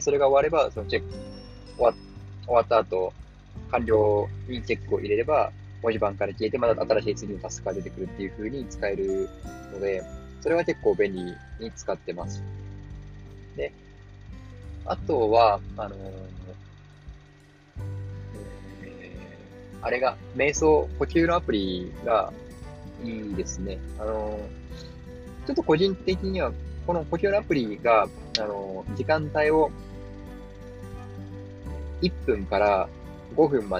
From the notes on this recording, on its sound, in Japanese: 今回、外でAir podsを使って録音した為、外部音楽入っています。その分普段より声を張って喋りました。